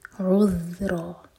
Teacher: من لدنی عذرا، عین ضمہ کے لیے ہوٹ کھولوں گے، جب ذال پر پہنچے تو ہوٹوں کو پھیلا لیں، عذرا. اور ذال کے لیے آپ کو پتا ہے ہماری زبان اوپر والے دانتوں کو ٹچ کرے گی اور تھوڑی سی ٹپ بار ہوگی